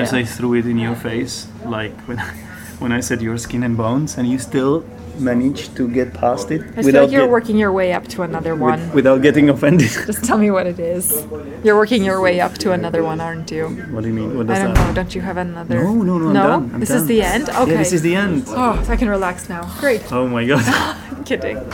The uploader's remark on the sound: The quality of the recording is not ideal since it was recorded in a café and naturally the recorder picked up a lot of background noice, but it is audible, neverthless.